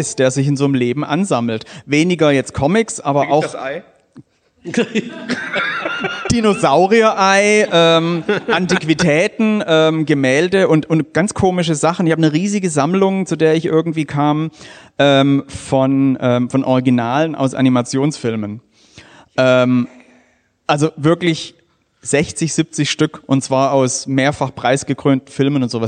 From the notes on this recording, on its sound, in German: unsere erste Live-Folge